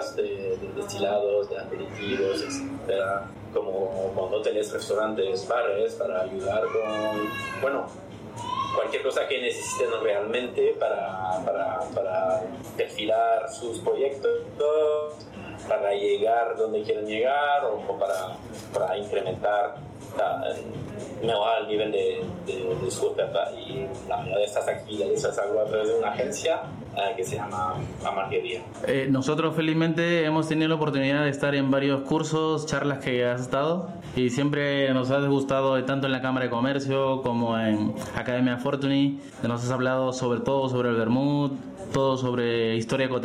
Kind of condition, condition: fault, background noise